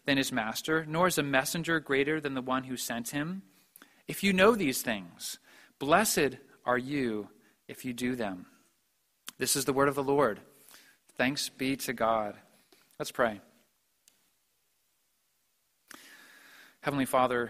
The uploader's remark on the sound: preached at the Maundy Thursday Service